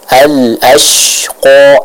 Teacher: Huruf shin ini akan memiliki udara yang melebur di dalam mulut kita secara banyak, ya. Khususnya ketika huruf shin ini sukun atau bertasydid.